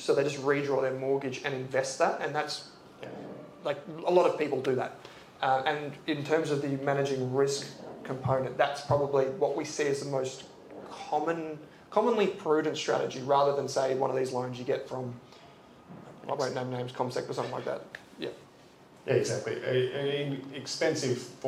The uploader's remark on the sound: LIVE from Gallery in Adelaide, South Australia. Answered questions live in front of a crowd.